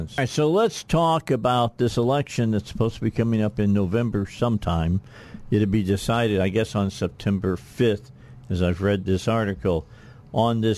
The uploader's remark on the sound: Joined us by phone. Here in the state of Arkansas!